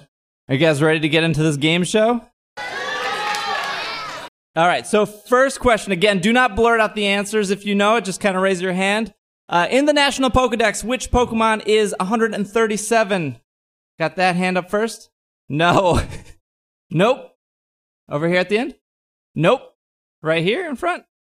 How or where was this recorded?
live audience